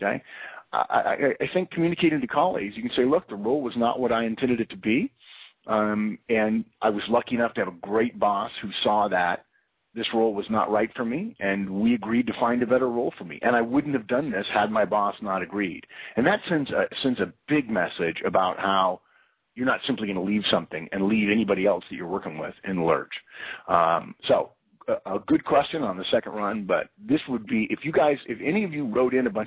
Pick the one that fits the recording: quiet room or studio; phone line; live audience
phone line